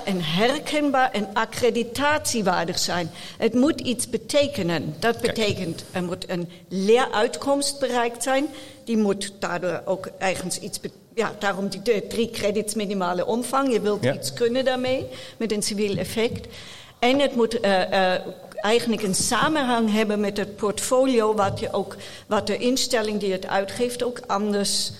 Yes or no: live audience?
yes